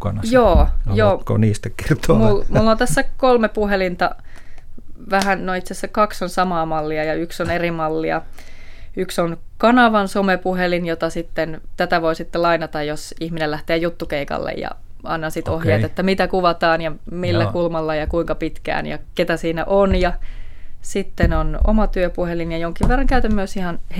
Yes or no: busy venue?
no